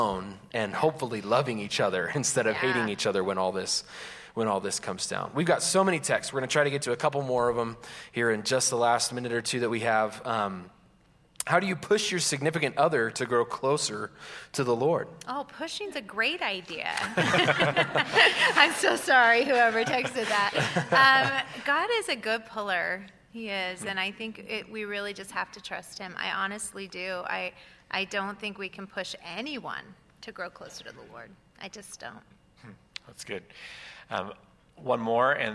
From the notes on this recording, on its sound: Recorded Live. Live at Westside Church.